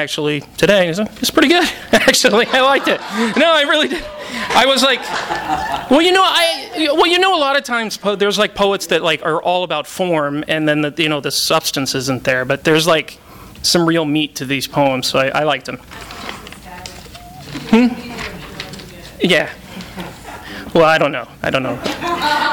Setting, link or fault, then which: setting, live audience